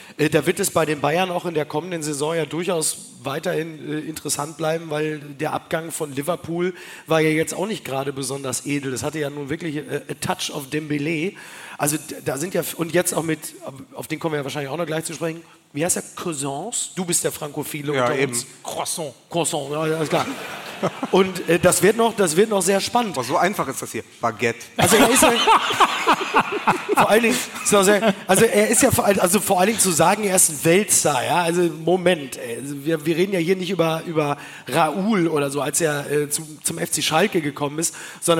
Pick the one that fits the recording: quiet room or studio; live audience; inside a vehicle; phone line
live audience